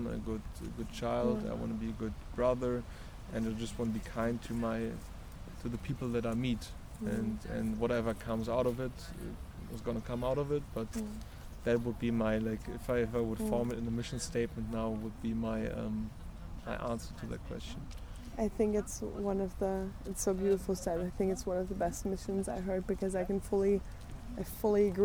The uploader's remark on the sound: Recorded at the Café de Paris in the heart of Cologne and after a short switch along the iconic Rhine.